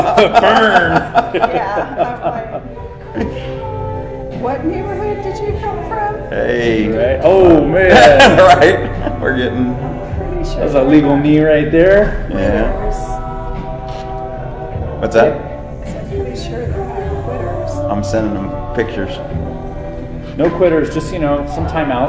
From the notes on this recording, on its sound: The sound is not as good as usual, as the phone picked up all the background noise.